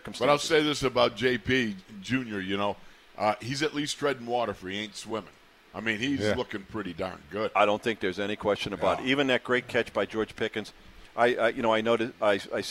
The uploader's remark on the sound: In the Locker Room Live from Steelers Camp Day 7.